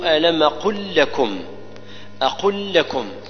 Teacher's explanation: لم ساكنة جاءت بعدها لم متحركة فننطق بواحدة مشددة · Term: إدغام المتمثلين